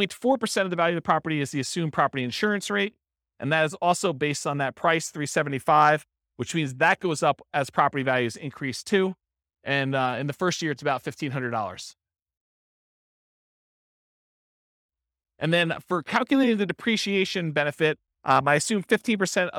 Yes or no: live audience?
yes